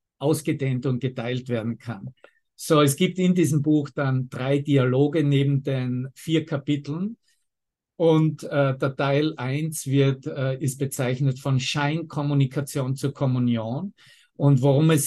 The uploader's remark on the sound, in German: Zoom-Session. Veranstaltet von der Aleph Akademie.